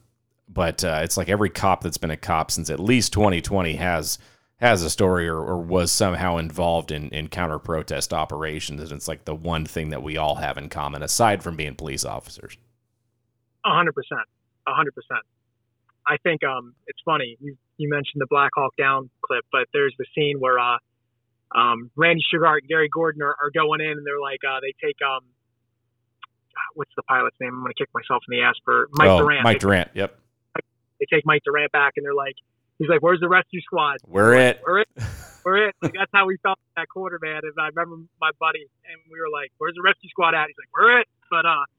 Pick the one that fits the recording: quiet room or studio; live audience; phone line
phone line